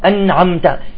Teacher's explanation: شوف النون ساكنة والميم ساكنة، صح؟ فتكون الغنة ناقصة